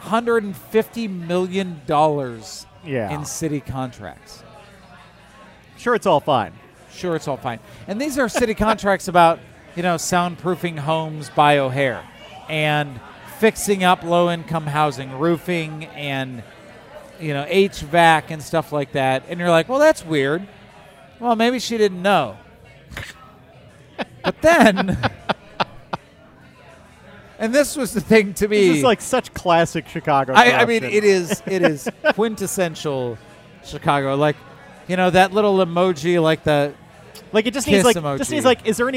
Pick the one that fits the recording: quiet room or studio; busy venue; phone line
busy venue